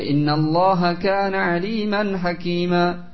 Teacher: Ditinggalkan gunahnya yang seharusnya minimal dia panjangkan dua harokat. · Term: gunnah